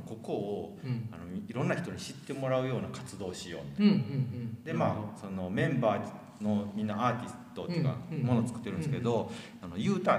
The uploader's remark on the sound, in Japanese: 2022年4月30日旧田島うるし工場で開催されたIN/SECTS CARAVAN 2022でのトークイベントの模様をお送りします。